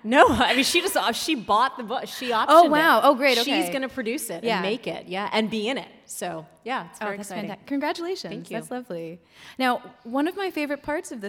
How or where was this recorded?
live audience